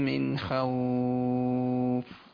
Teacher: كنت ماشي تمام بس جئت على من خوف ورققت الخاء